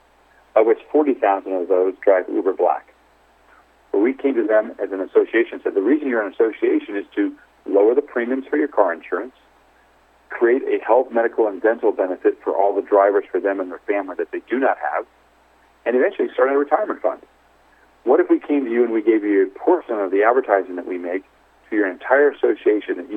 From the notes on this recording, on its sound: called in to SmallCapVoice